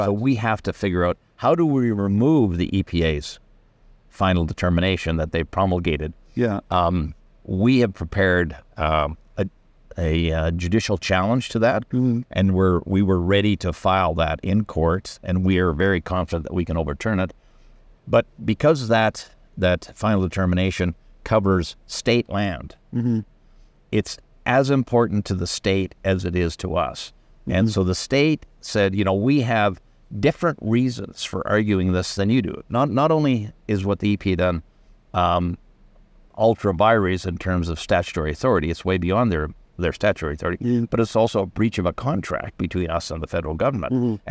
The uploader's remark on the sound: in an interview at the Denver Gold Forum conference